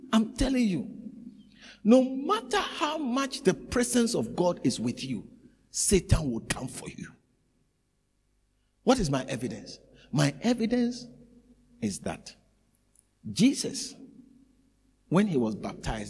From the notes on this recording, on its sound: preached at the Living Waters Cathedral